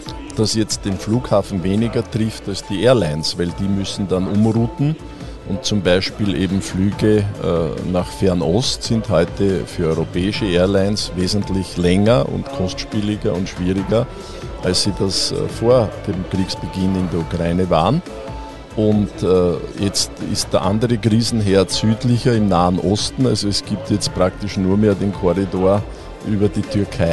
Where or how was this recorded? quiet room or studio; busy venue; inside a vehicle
busy venue